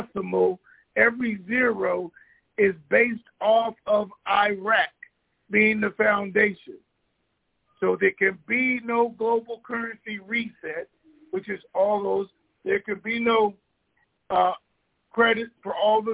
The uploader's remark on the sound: TNTSuperfantastic Conference Call